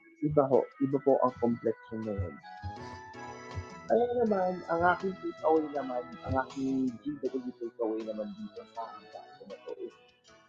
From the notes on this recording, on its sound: Recorded via StreamYard